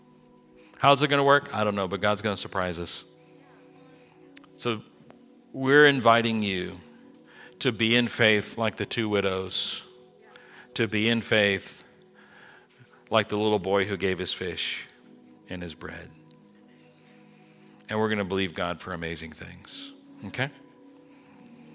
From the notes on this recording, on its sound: This message was recorded at New Covenant Church on January 22, 2023.